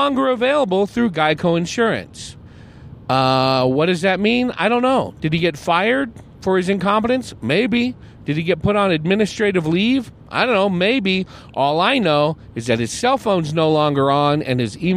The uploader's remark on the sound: Recorded on the patio at Billy Jack’s Saloon in Humboldt, AZ just a few minutes before taking the stage on a rainy Saturday afternoon.